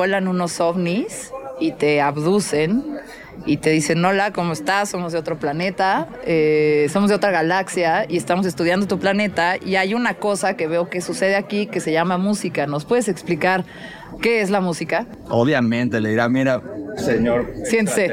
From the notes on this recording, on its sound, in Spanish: Me invitaron a grabar Mezclas Abruptas desde el Festival Arre. Es un festival de Regional Mexicano.